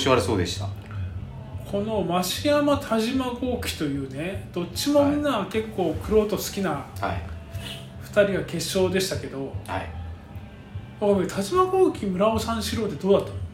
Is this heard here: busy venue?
yes